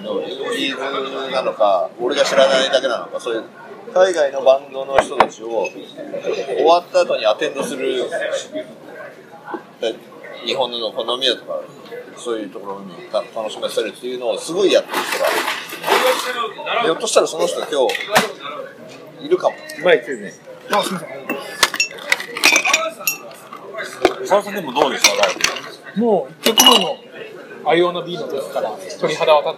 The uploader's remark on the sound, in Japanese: 今回は立ち呑みいろはからライブ直後の録音です。